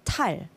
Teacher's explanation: 한국어의 디귿 발음은 무성음이기 때문에 영어의 달, 그 D 발음과는 다릅니다.